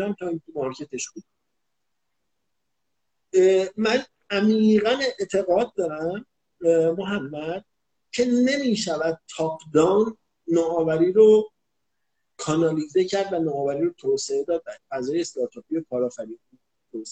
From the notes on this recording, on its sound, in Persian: فایل صوتی اینستالایو